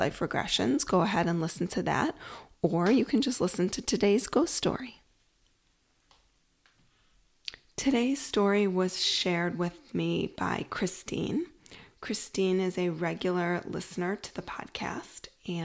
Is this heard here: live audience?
no